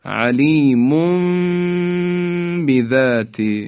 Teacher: علیمون تنوین یا نون ساکن رسید به حرف با، به این شکل تلفظ میکنیم، یعنی قلب به میم میکنیم